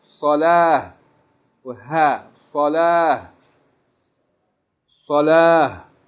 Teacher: If we stop down with this word, we pronounce the ta marbuta as ha. And we don't pronounce the vowels on the end of it. We will say salah.